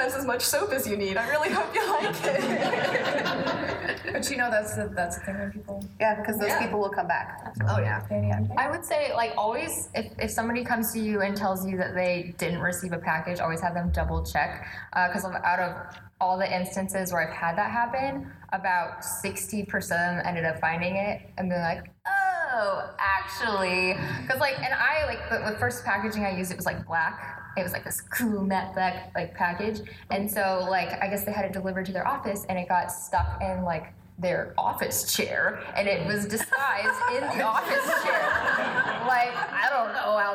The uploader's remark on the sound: PAX Unplugged Panel